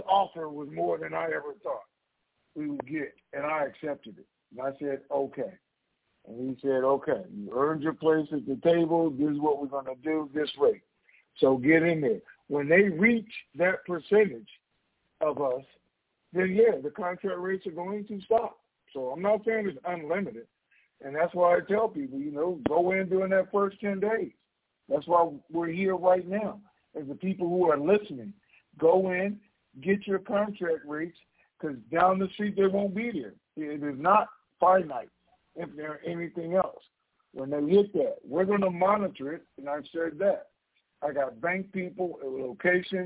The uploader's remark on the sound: Conference Call